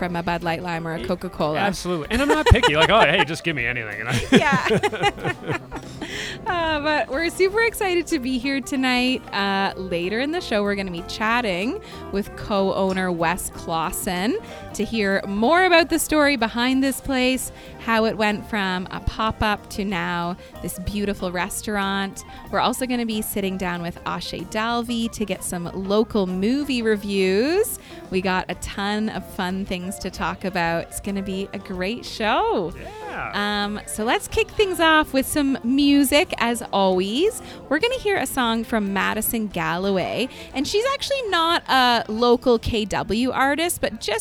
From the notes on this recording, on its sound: LIVE from Odd Duck Wine and Provisions. The newly opened Odd Duck Wine and Provisions restaurant and bottle shop in Downtown Kitchener.